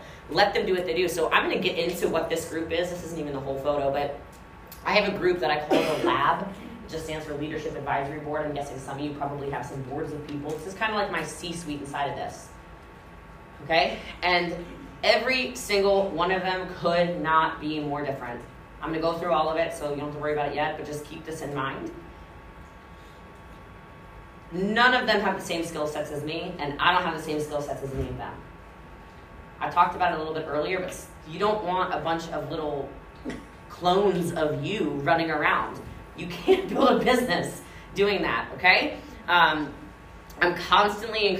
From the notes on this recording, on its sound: This episode is recording from a keynote speech I gave in Newport Beach California about culture and scaling your business.